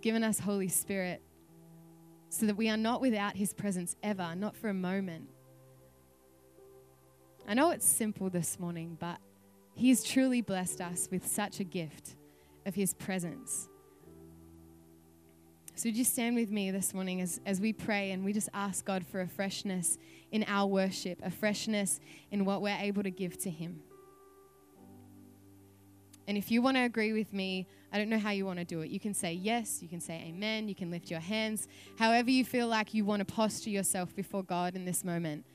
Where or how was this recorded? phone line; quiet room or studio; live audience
live audience